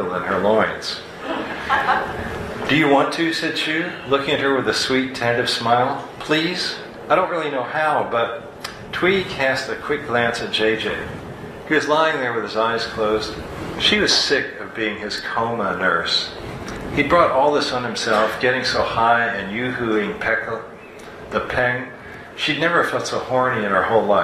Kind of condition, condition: setting, busy venue